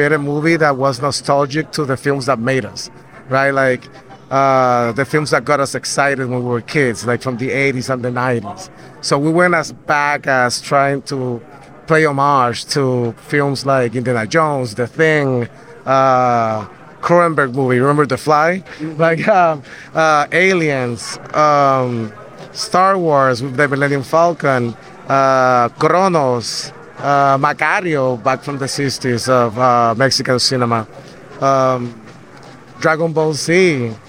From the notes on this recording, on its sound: LIVE from the Blue Beetle Canadian Premiere carpet